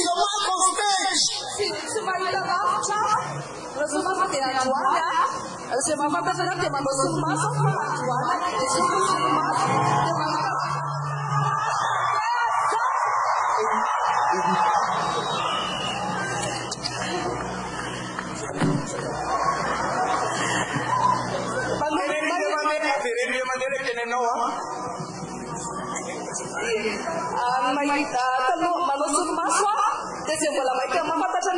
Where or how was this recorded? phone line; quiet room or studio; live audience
live audience